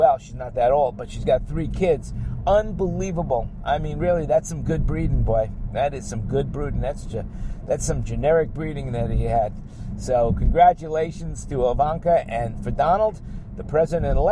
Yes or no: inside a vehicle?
yes